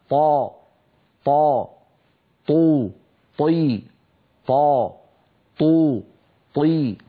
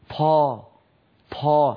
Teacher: فالطاء الفصيحة طاء مجهورة شديدة · Shown in: first take · طو طي، طا طو طي، ولا يصح أن نقول طا طا. هل سمعتم النفس الذي بعد الطا؟ · Term: طاء مهموسة